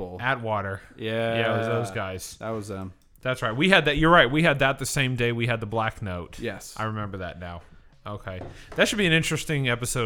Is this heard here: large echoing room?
no